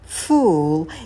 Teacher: подольше сидим на звуке «ф», растягиваем, потом долгий «у».